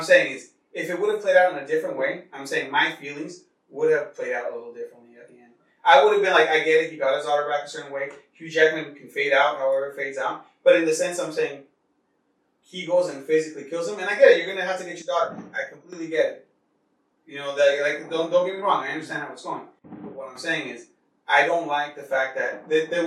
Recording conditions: poor microphone